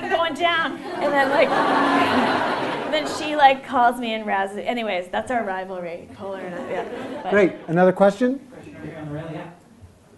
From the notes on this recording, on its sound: She recently returned to Chicago for the Chicago Improv Festival, where she recorded this live episode of Improv Nerd on the Second City Main Stage.